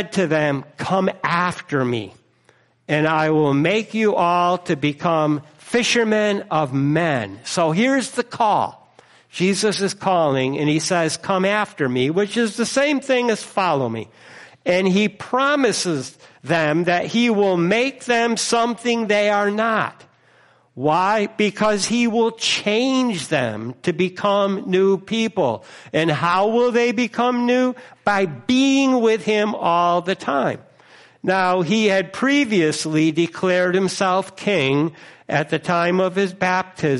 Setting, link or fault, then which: setting, large echoing room